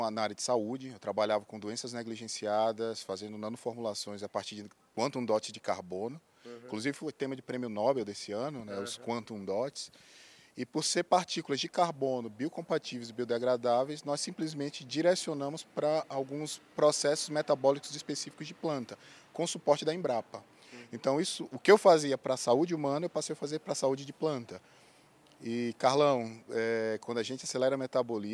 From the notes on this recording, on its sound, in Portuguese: Prosa exclusiva gravada no Centro de Pesquisas e Inovação em Gases de Efeito Estufa, durante o “Energy Transition“, evento que aconteceu em São Paulo, com o prestígio da presença da prateleira de cima do setor.